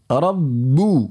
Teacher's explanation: الباء العربية هي جهرية زيادة على شدتها، الباء غير العربية شديدة شديدة لكنها ليست جهرية